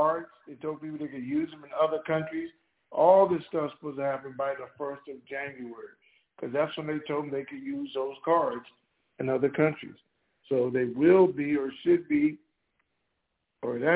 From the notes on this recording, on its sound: Conference Call